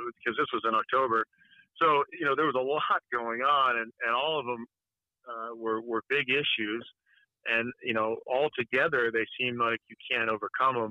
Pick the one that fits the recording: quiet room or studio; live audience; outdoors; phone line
phone line